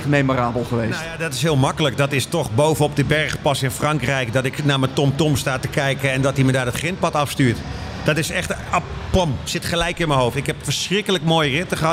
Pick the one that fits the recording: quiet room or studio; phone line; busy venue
busy venue